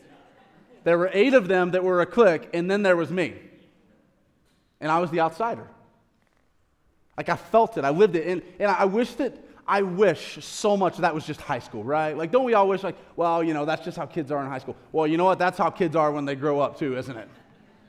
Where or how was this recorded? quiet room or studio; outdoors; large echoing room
large echoing room